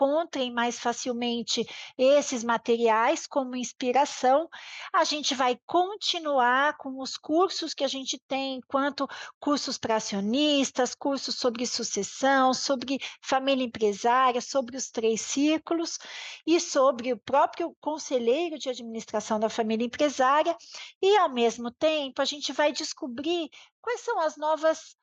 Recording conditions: video call